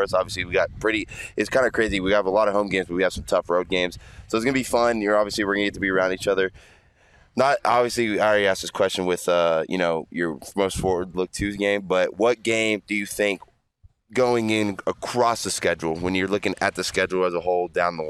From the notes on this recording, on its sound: LIVE from Camp Tontozona in Payson as he comes to you from the field after practice with a TON of guests.